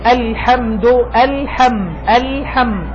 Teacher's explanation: في اللام والميم الصوت فيه جريان، لكن ليس كما هو مثلا في الحاء ولا في الثاء ولا في الهاء، فيه جريان صوت لكنه أقل درجة. · Term: التوسط